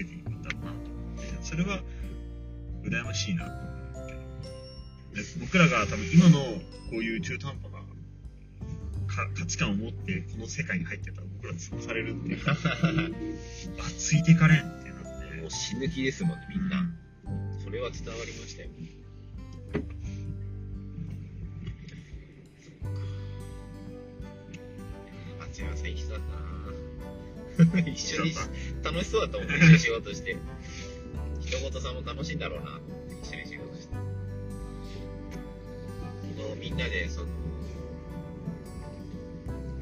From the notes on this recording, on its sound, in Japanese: 滋賀県を視察した際の帰り道、名古屋へ向かう道中に録音した雑談です。車内での録音のため雑音が多めですがご了承ください。